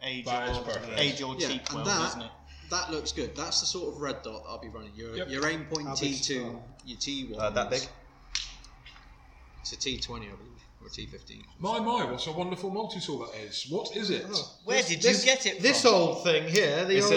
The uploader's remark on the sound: this is a pilot episode and as such there was a few teething issues with audio